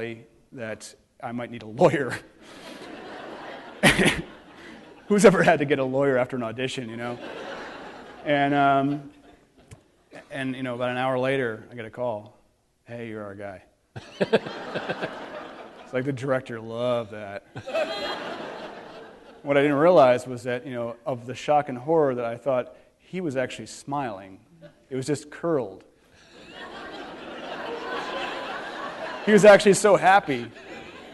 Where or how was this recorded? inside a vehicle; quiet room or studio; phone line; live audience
live audience